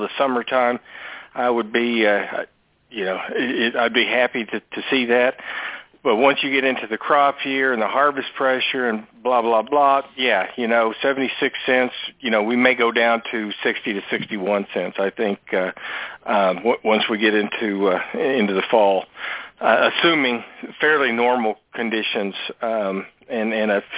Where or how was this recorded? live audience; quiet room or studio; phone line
phone line